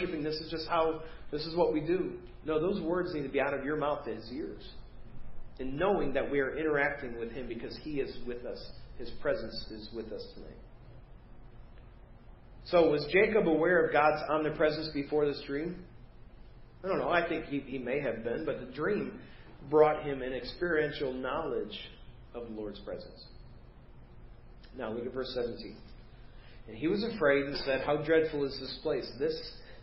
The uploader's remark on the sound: Preached at First Baptist Church of Hazel Park